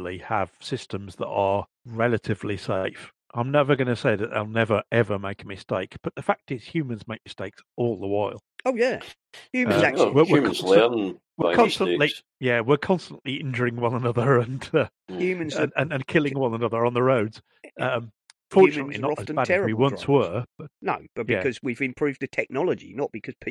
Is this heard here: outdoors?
no